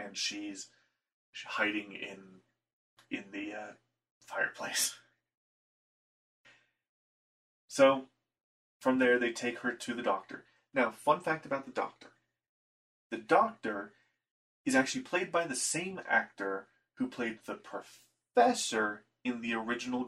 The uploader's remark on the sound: I am sorry for the audio quality of this episode. I fixed the issue that caused it.